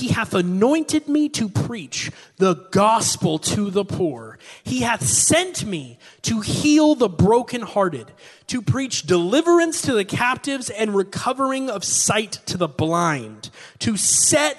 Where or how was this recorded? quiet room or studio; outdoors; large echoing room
large echoing room